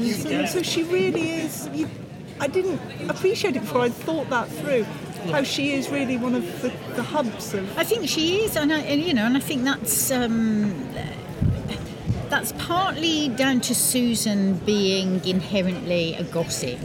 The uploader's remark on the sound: With apologies for the loud background noise - the festival is a wonderful, vibrant and busy place! With thanks to the BBC and The Hay Festival for their help with this.